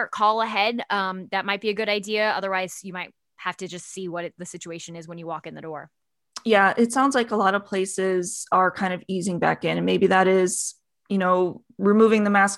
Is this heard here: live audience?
no